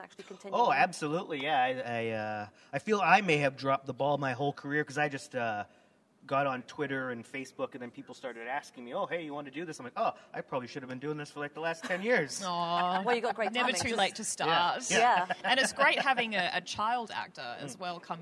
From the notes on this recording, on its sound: Dial the Gatecon. Please note, as this was a LIVE, on-site event, this episode is not optimized for an audio podcast. LIVE on the Gatecon convention floor!